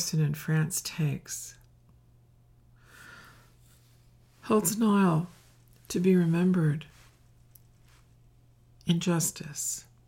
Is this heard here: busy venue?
no